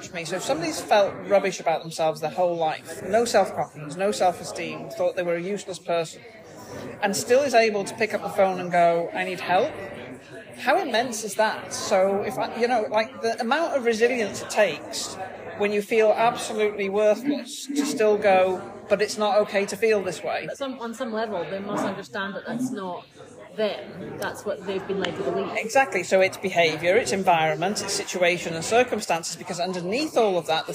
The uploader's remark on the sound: Please note there is a bit more noise than usual on the first part of this podcast - sorry! These episodes are recorded chats in Starbucks so may have more background noise than a usual podcast.